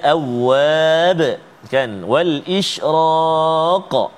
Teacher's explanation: Kita berhenti ataupun kita waqaf pada huruf qalqalah yang berada di hujung. · Term: qalqalah wusta